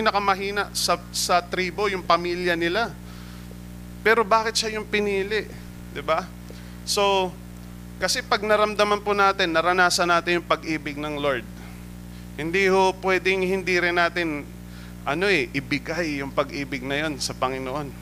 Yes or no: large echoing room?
yes